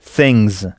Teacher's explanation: Dans ce cas, pour des raisons de sonorité, le S final se prononce z.